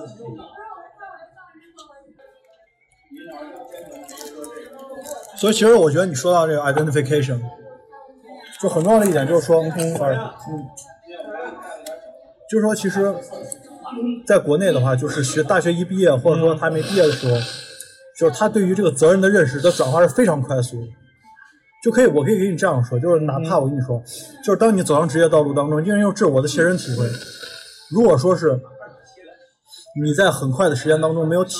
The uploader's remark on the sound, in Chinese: 我们在西安的一家烤肉坊吃饭时候录制的夜谈节目，完全没有任何事先的准备，几乎就是全程freestyle。